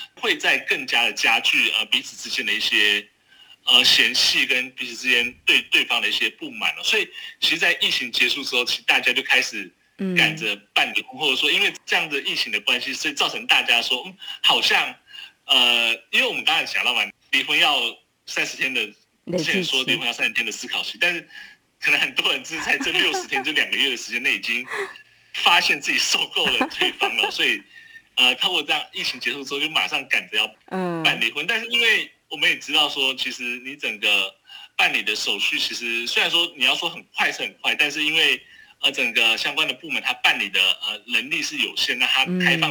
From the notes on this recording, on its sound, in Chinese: 連線訪問中央社駐上海記者